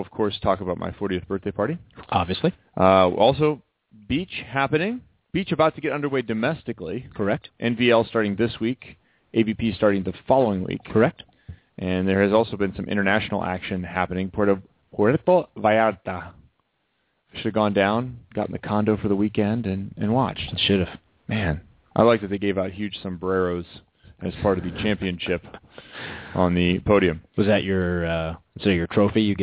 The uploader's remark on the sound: Called in from the airport. Checks in from North of the boarder.